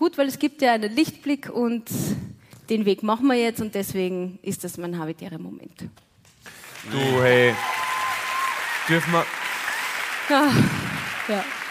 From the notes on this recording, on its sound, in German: Hawi D'Ehre LIVE aus Salzburg